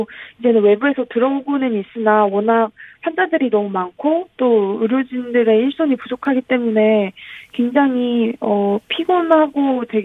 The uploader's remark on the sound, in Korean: 전화연결